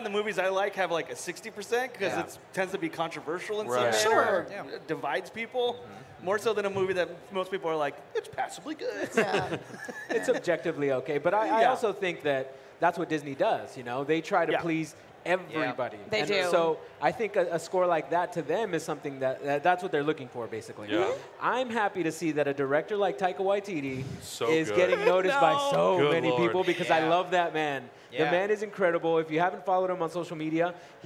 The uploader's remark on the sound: Live from TwitchCon 2017